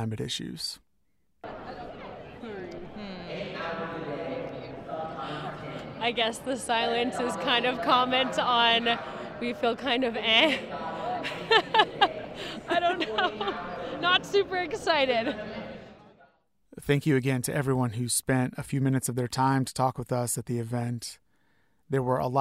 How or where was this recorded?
outdoors